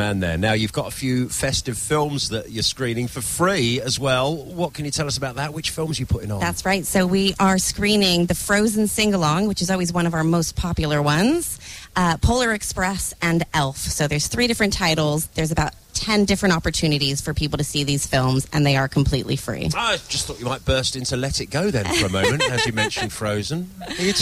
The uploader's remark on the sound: live at the Chester xmas lights